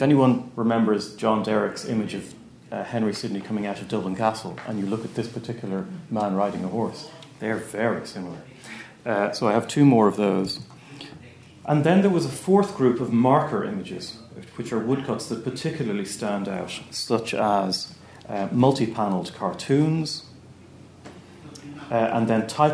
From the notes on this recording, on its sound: at the 2022 Tudor and Stuart Ireland Conference